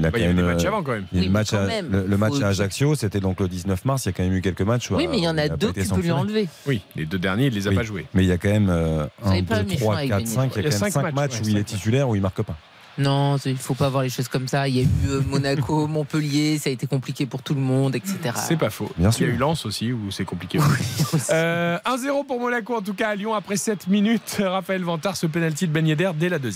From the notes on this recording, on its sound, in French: Trois heures de direct. En direct du Groupama Stadium.